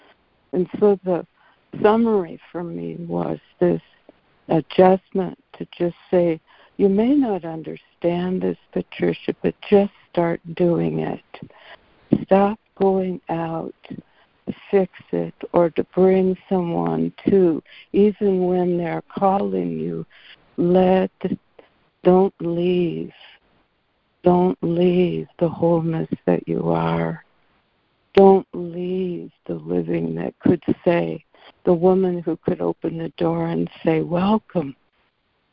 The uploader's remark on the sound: ACIM Daily Conference Call.